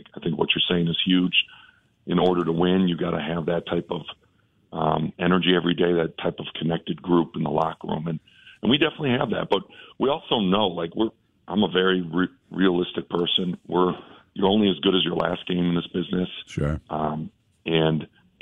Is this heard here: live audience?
no